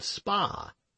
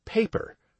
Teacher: native speakers of English do not normally hear a difference between the P of spa and the P, superscript H, of paper, where the superscript H, following a consonant, indicates aspiration